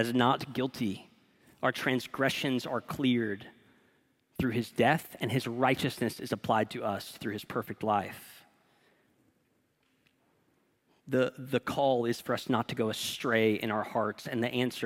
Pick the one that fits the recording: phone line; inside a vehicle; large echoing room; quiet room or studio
large echoing room